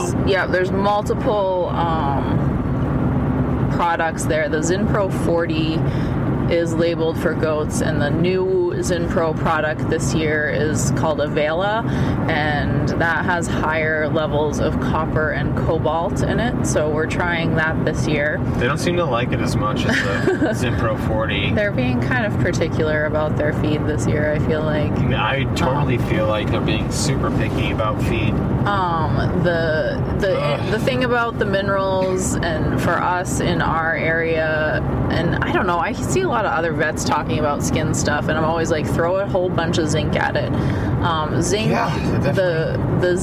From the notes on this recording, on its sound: We're in the truck. Had him sit down with me to record some mini episodes.